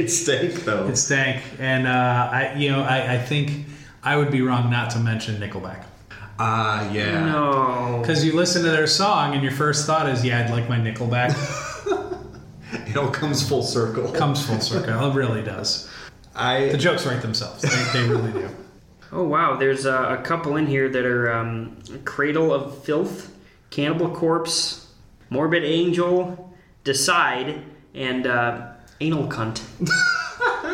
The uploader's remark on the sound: Ignoring the echoey audio